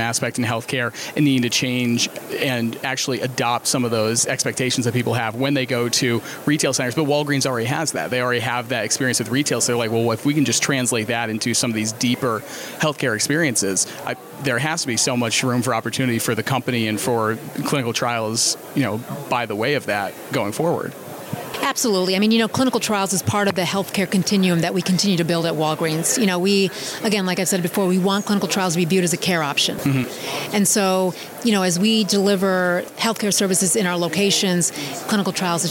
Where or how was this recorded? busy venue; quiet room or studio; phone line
busy venue